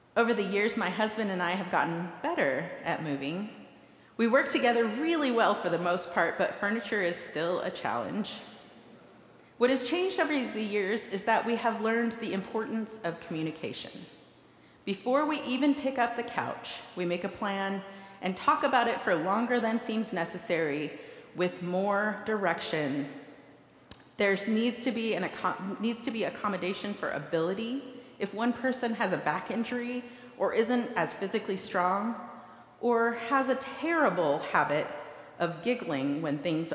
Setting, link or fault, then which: setting, large echoing room